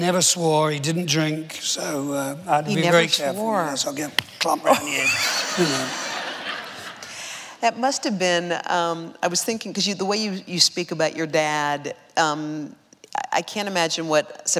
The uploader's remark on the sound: Recorded on October 29, 2015 in front of a live audience. In front of a live audience at New York's 92nd Street Y.